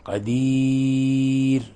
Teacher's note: رققنا الراء، لأنه سبقها ياء ساكنة ووقفنا على الراء بالسكون · Term: ترقيق الراء